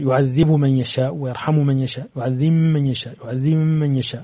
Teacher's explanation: تضغم الباء في الميم بشرط أن تكون الباء في كلمة يعذب وتكون الميم في كلمة من يشاء، فيعذب من يشاء تضغم دائما، يعذب من يشاء ويرحم من يشاء يعذب من يشاء فتضغم في مواطنها في القرآن.